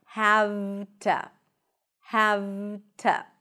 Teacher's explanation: the to, when it's unstressed, is reduced to a schwa